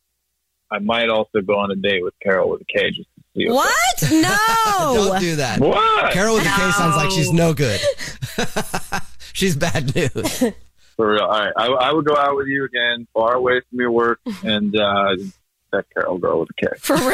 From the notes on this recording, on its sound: We get that other person on the phone to see why they're "ghosting". Is on the phone today for his First Date Follow Up.